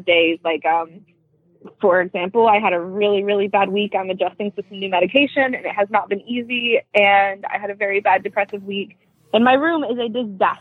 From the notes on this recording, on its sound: calls